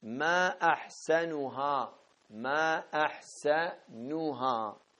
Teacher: الاحتمال الأول أن تكون كلمة ما أحسنها ماء التعجب، وتكون همزة أحسن مفتوحة وكذا السين، وتكون النون مضمومة، فتقول ما أحسنها ما أحسنها.